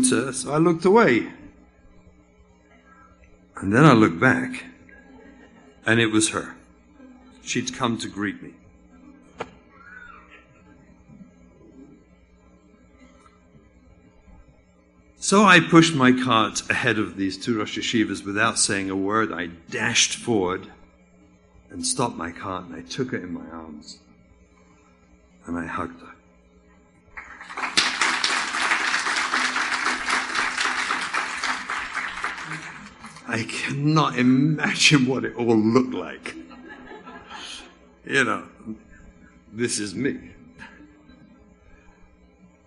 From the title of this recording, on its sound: speech at the Kesher Nafshi Shabbatton (2018)